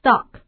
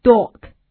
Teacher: 这个短音 O 它的口型要比长音 O 略大一些，那么 O 它的发音的时间呢也比这个长音 O 要短些